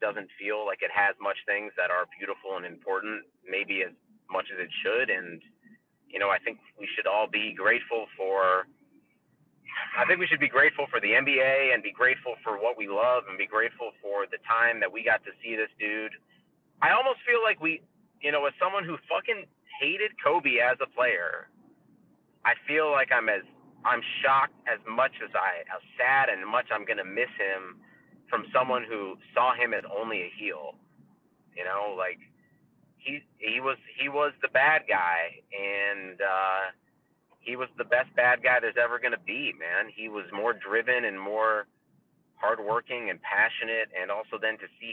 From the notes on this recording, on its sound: We were in the car and kept it brief.